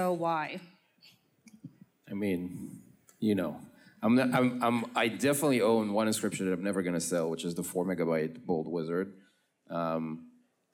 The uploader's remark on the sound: Ordinals 2023 Panel: Collections. Recorded Live in Miami Beach at the Ordinals 2023 Conference.